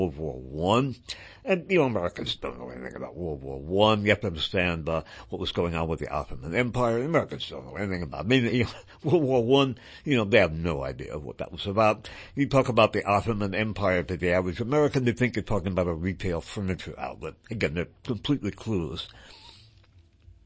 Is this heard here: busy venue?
no